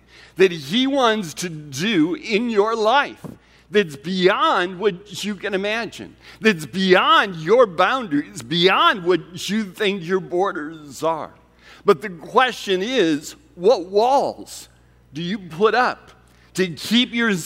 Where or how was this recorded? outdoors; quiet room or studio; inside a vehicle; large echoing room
large echoing room